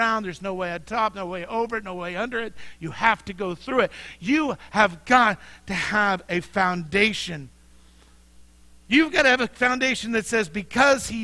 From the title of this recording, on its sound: Mt. Zion Church Live!